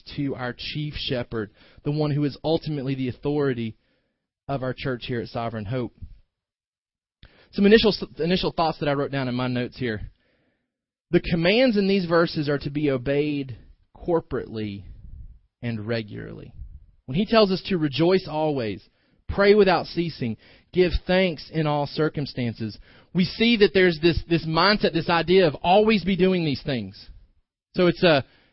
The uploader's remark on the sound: delivered this morning's sermon